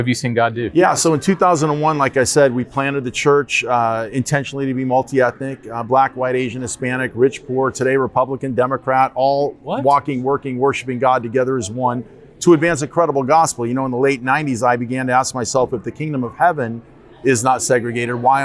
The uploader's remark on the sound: NRB 2021 Backstage Pass. We recorded these interviews at the 2021 National Religious Broadcasters Convention in Grapevine, TX at the Gaylord Texan.